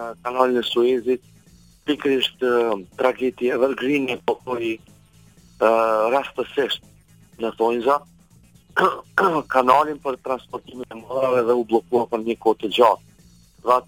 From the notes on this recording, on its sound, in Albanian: I ftuar nëpërmjet një lidhje telefonike për “Live From Tirana”